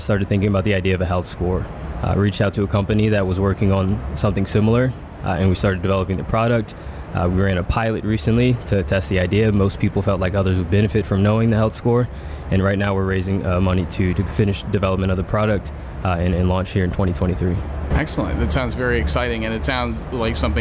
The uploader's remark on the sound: Mini episode of the podcast recorded at HLTH in Las Vegas.